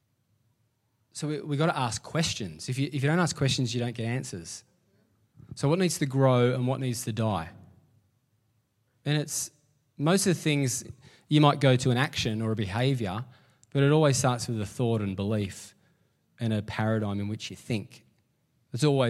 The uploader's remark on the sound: LIVE at Echo Church